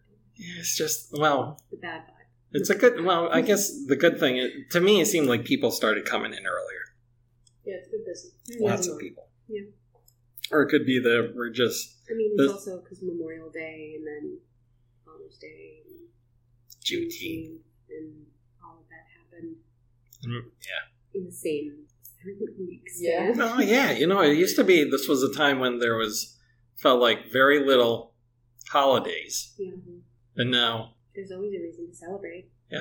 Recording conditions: poor sound quality